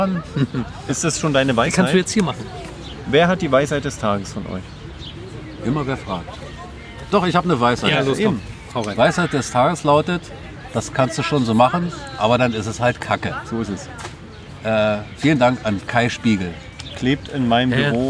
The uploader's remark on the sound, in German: Wir haben die Aufzeichnung am Engelbecken diesmal live als Video auf Instagram gestreamt!